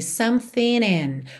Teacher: ele juntou something in pelo N